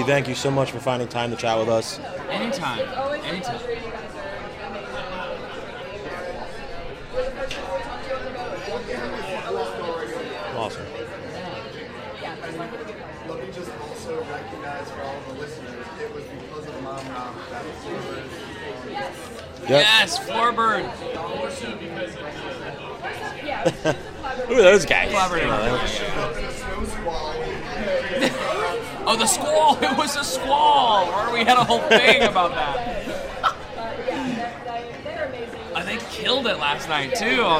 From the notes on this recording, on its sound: Live from TRB XXII